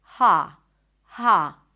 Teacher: Some people will pronounce it with an open A sound.